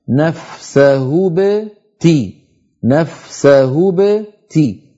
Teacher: أما الباء فتخرج ساكنة من غير كسر